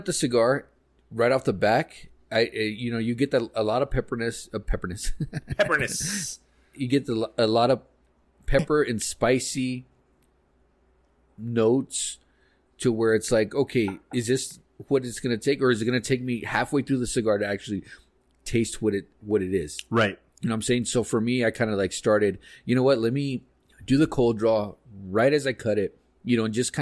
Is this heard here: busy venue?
no